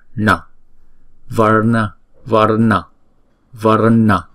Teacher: Rồi chữ na này chúng ta phải uốn cong lưỡi lại. Và vì chữ n có dấu nặng ở dưới là chúng ta phải uốn cong lưỡi lại và búng ra.